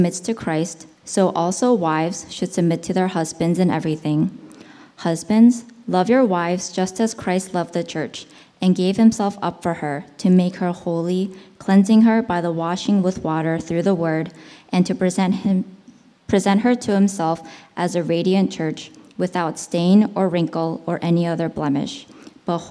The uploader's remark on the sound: originally preached in East Falls, Philadelphia